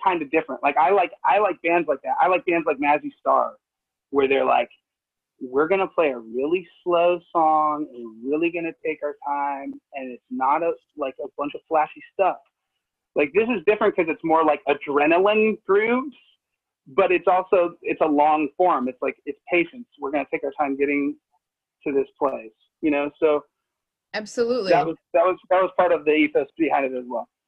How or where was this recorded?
video call